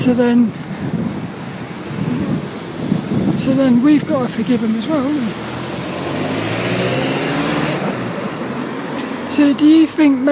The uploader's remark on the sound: This 'About The Tings' episode is a Walk and Talk with me Mum.